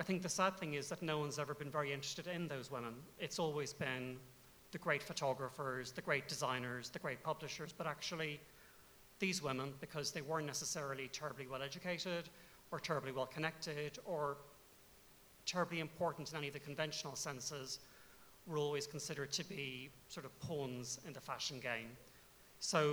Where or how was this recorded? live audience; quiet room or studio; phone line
live audience